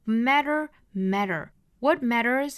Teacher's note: matter 中间的这个 t 呢也是要发成一个闪音的